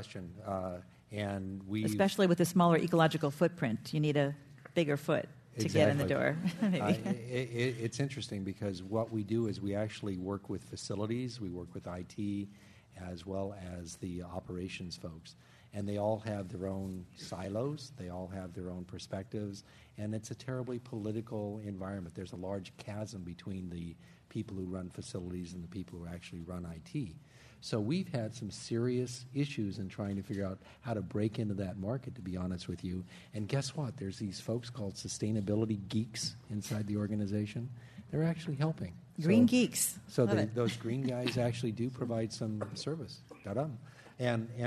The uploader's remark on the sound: This program was recorded in front of a live audience at The Commonwealth Club.